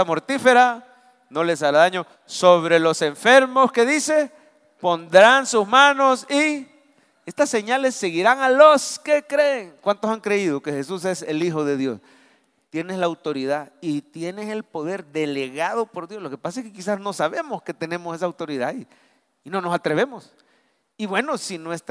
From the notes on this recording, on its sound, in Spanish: Mensaje predicado en vivo desde el Centro Familiar de Adoración CEFADCHURCH.